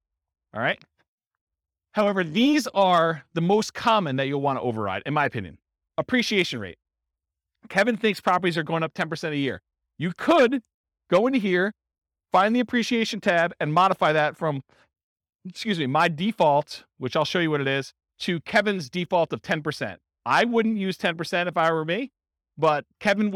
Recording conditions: live audience